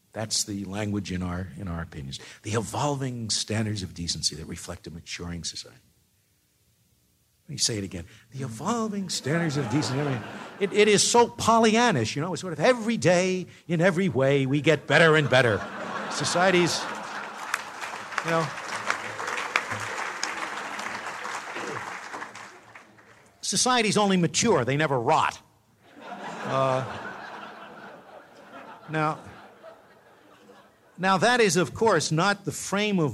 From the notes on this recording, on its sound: delivered the keynote address at the Acton Institute's 7th Annual Anniversary dinner